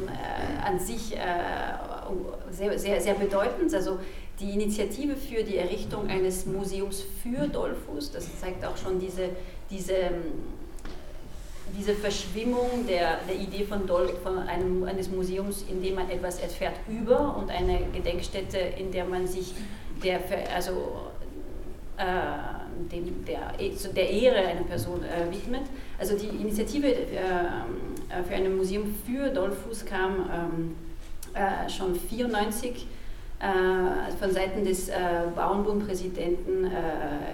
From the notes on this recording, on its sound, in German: Dies ist ein Mitschnitt der abschließenden Podiumsdiskussion „Das lange Echo der Dollfuß-Kanonen“.